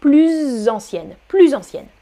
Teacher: Ancienne, je fais la liaison plus ancienne, plus ancienne.